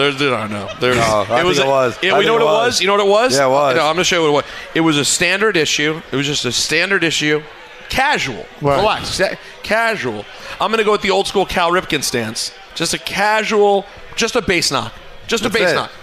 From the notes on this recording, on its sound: live from the NHL Store